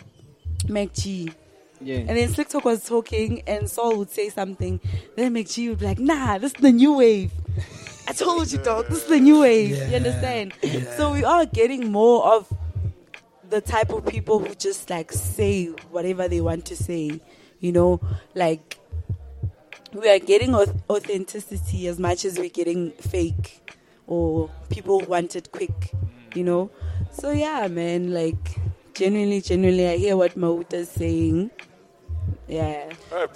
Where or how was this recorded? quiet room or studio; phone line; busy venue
busy venue